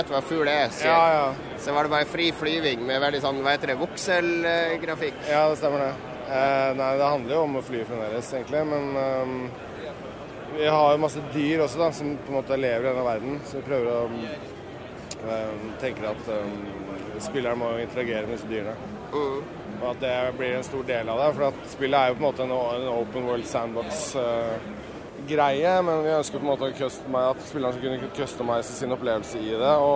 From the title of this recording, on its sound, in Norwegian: Live fra GDC